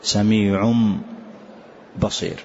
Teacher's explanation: نقلب هذا التنوين إلى ميم كاملة فنقول سميع بصير، تمام. · Term: الإقلاب